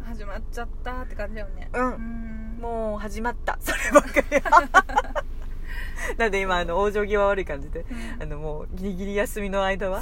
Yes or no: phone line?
no